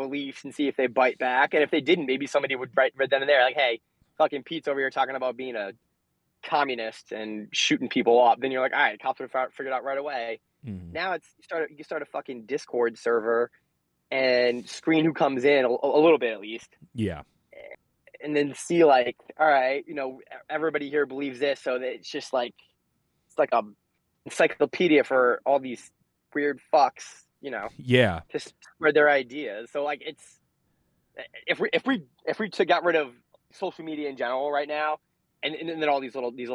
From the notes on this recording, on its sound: The Feds phone